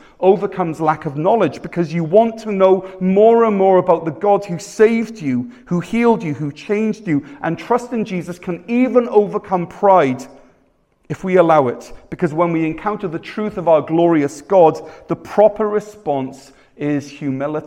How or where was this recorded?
large echoing room